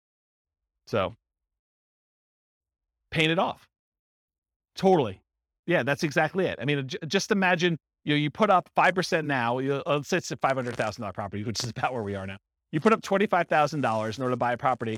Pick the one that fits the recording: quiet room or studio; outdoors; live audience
live audience